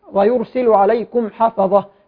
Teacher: آخرة ميم ساكنة بعدها حاء إظهار شفوي، عليكم حفظة نظهر الميم ونظهر الحاء بعدها